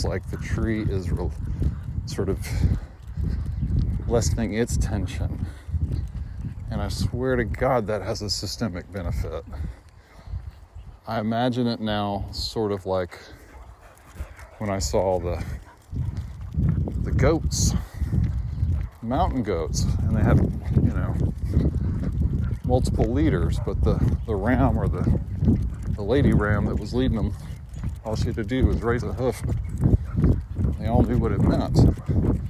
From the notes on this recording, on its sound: This audio was recorded, re: an experiment I ran while dog sitting for a friend with large canopy trees in Buda, Texas. This was recorded while walking. First on Remuda Trail, then Oxbow.